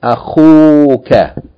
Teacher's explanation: So your brother is, if you want to add the pronoun ka your brother, instead of saying akhuka, we're going to have to elongate the dhamma and make it akhuka